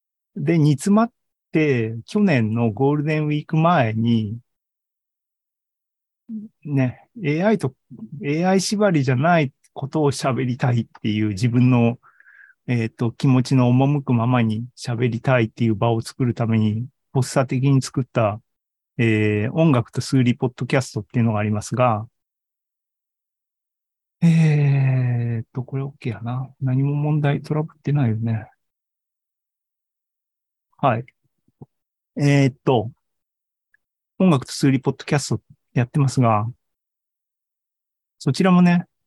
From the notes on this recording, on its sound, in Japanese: ２０２３年１月２５日に開催した ZOOMライブの模様です。